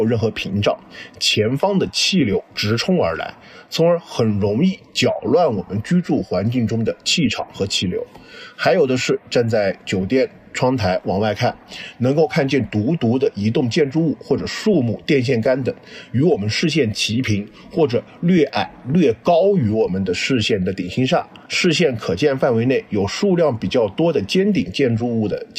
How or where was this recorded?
outdoors